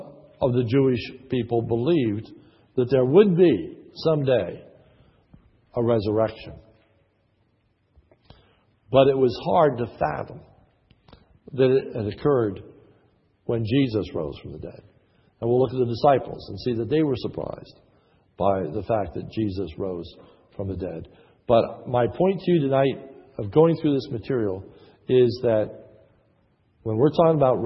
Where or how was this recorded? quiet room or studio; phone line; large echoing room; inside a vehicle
large echoing room